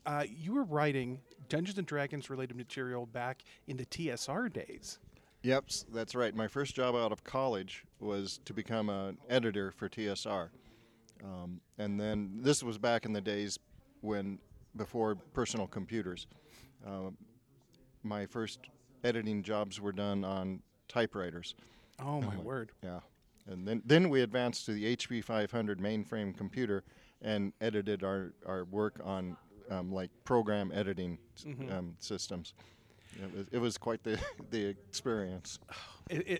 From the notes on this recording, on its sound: Author Interviews Live From FanX.